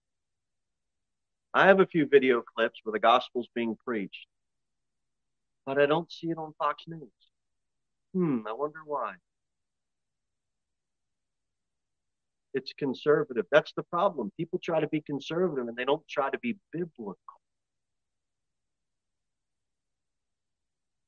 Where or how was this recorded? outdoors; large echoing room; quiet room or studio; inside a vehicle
large echoing room